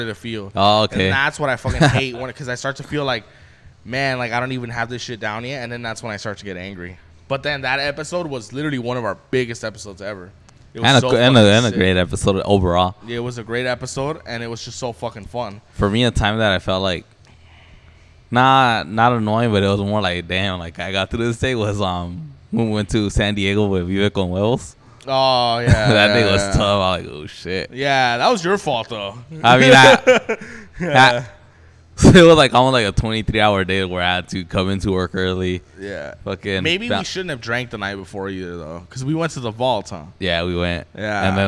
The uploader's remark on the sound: Live from the republic bar in Covina.